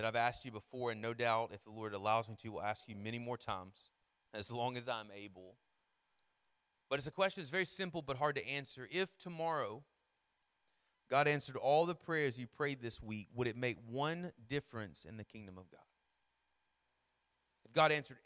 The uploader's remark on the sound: Sermon Audio from our Worship service